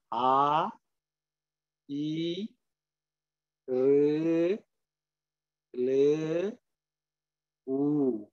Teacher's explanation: The prayatnam, sthanam, balam is all same, but the kalam differs. So it becomes longer. · Term: long vowels